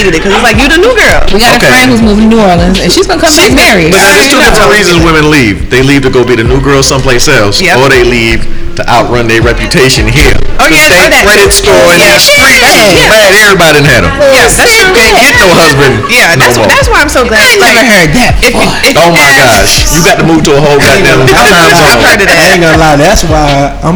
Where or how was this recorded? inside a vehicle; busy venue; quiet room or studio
busy venue